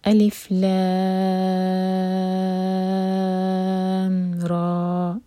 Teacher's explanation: الف کو ہم الف پڑھیں گے، لام کھینچا جائے گا چھ حرف کا لمبا، لام را، را دو حرف کا کھینچیں گے · Term: مد لازم حرفی مخفف